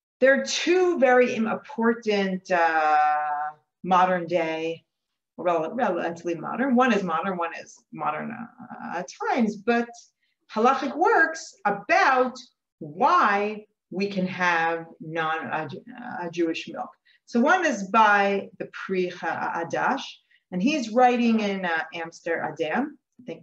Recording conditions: video call